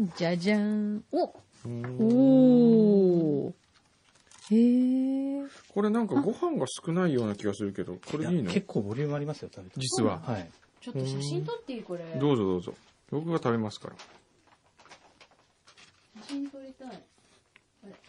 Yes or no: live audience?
no